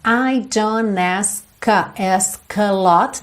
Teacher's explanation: Então olha, don't ask, o que que a gente fez? Juntou pelo N. Não falou o T, muito comum. Então, I don't ask a lot.